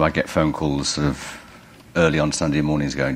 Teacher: He's not got a lisp, but there's a tendency to sort of speak through the teeth, and it creates a certain buzzing sound.